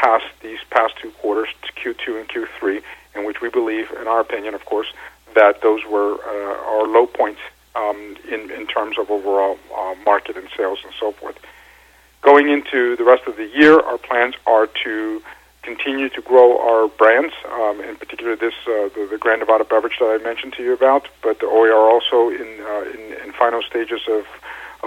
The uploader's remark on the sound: called in to SmallCapVoice